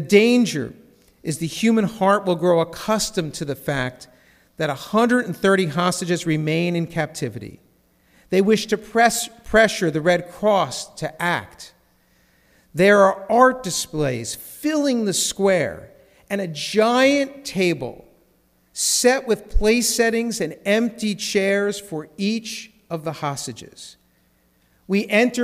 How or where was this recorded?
large echoing room